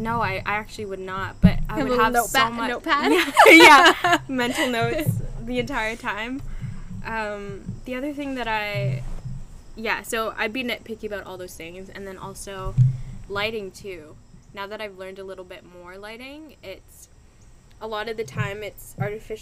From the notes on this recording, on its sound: This one was filmed in the garden mentioned in Episode 3, so there are some nature sounds.